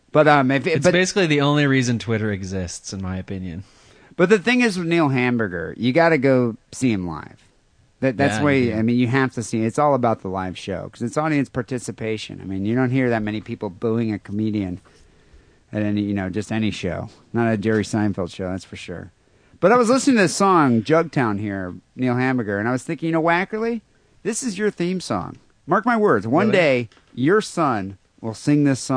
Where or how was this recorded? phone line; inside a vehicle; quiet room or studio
phone line